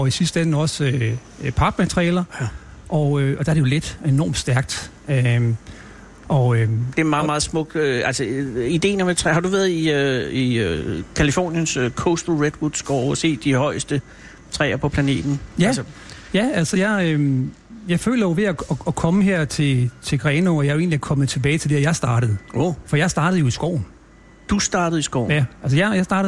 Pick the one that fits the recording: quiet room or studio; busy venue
busy venue